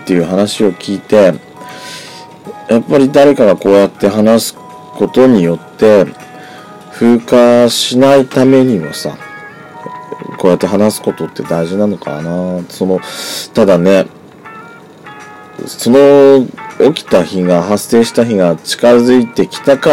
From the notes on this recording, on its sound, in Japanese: 音割れ酷いです。